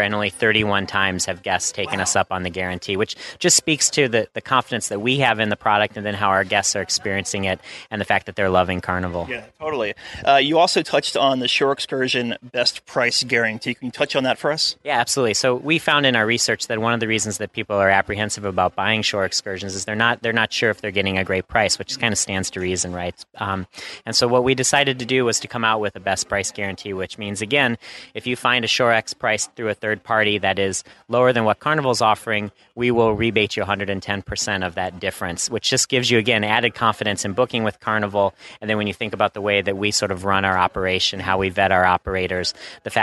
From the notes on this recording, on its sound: This week, we are broadcasting aboard Carnival Cruise Line's Carnival Freedom, a ship that is based in Port Everglades (moving to Galveston in 2015). We are on an 8-night Southern Caribbean sailing this week.